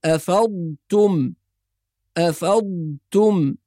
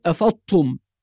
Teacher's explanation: وبعض الناس يسكت بين الضاد والتاء بحجة إظهار الضاد فيقول أفضتم، كل هذه أخطاء شائعة في التلاوة، والصواب إسكان الضاد ونطق التاء بعدها مباشرة بدون فصل أو سكت أو قلقلة أو إدغام · Shown in: first take · أو غير ذلك من الأخطاء الشائعة.